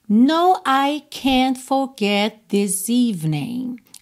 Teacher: Essas letras T que podem aparecer mais ou menos. Aqui a gente quase não ouve o T de can't